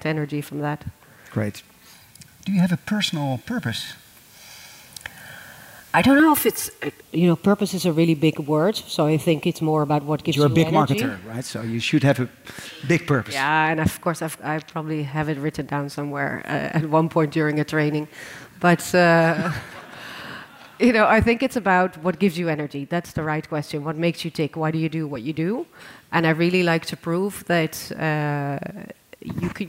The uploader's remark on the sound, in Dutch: Tijdens het CMOtalk diner in het Depot Boijmans van Beuningen live op het podium.